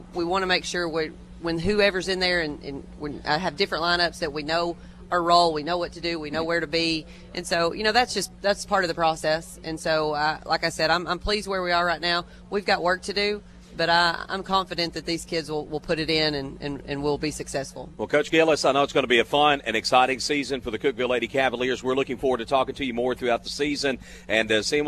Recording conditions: busy venue